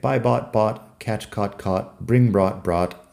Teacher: Y luego lo que pasa es que cambiamos la vocal a una O, que es como entre A y O un poco, y luego tenemos la T al final.